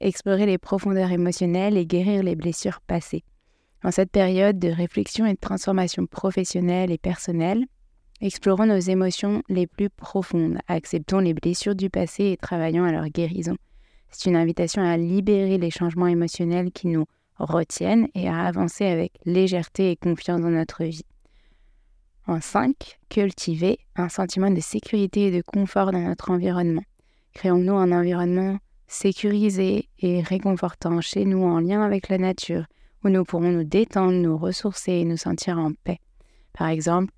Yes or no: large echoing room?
no